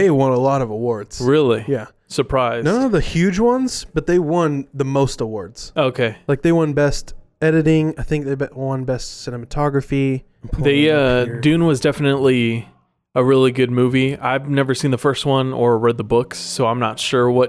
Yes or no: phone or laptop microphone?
no